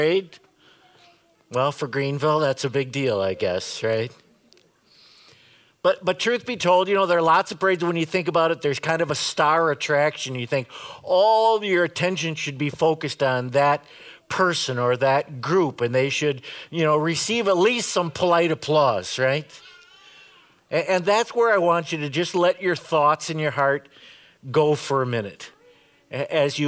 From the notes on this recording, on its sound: Preached this sermon at Bethany's Saturday worship on April 9, 2022. Bethany, Appleton, WI.